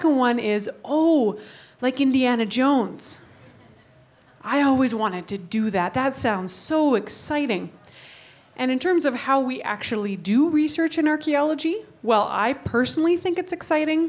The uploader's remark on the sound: We brought out a panel of speakers to The Needle Vinyl Tavern in Edmonton. They answered audience questions.